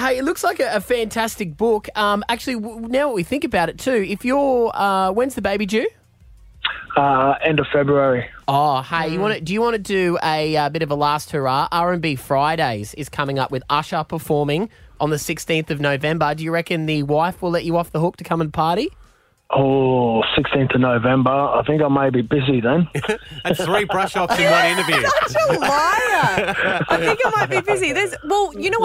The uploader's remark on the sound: called in today for his first Brisbane radio interview